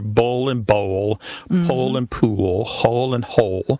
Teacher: pole and pool, hole and hole, they all end in that L sound. And that L at the end of the syllable is what is known as a dark L. So the physical act of pronouncing that dark L kind of requires the back of the tongue to raise toward your soft palate.